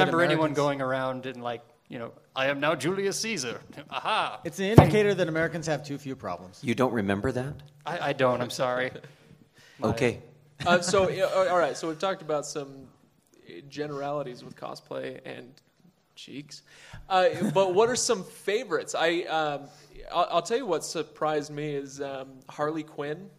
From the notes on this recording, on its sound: LIVE from Salt Lake Comic Con. Joined by a live audience at Salt Lake Comic Con. Chosen topics were quickly discarded in favor of nerdy games and audience participation.